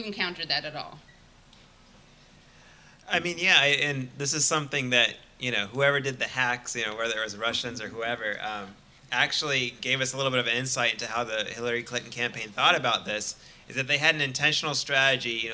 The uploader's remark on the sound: In this live show